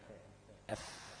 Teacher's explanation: لازم بطن الشفة السفلى ديت يخبط في إيه؟ في أطراف الثنايا العليا الفاء ويخرج منه الفاء.